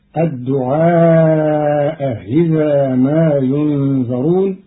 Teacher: قرأ قالون كلمتي الدعاء إذا بتسهيل الهمزة الثانية بينها وبين الكسر، فتصير الدعاء إذا ما ينذرون في لغة بعض العرب.